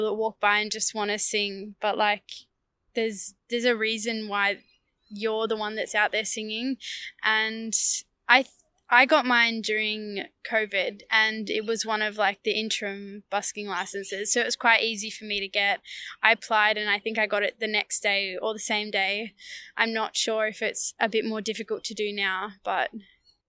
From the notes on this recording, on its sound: Interview recorded on April 22, 2022 (Birrarung Marr, between Melbourne CBD and the Yarra River)